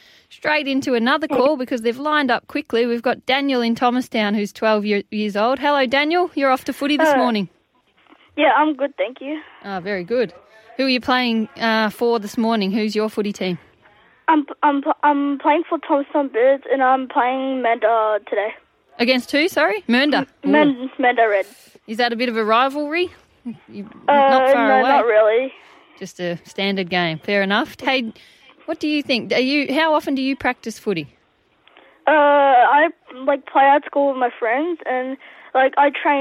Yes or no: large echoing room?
no